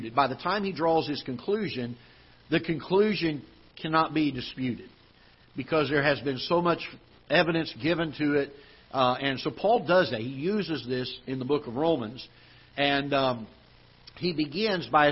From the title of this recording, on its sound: Ketha Heights Baptist Church ~ Live Broadcast